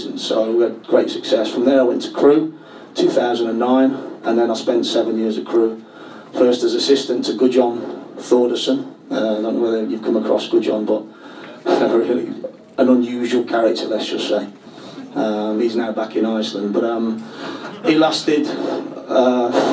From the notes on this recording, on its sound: Was recorded in the Supporters Club. Spoke to a live audience of Leyton Orient fans.